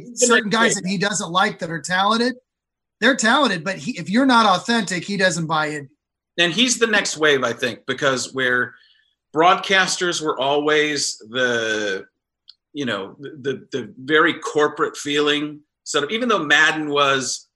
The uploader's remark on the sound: head to the Zoom app